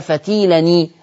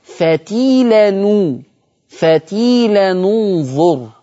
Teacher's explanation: حفص كسر، ورش ضم عشان تالت حرف مضموم